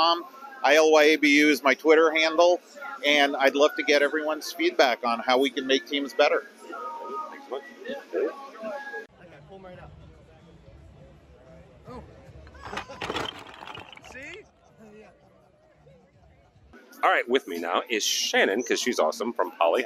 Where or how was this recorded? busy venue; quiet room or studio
busy venue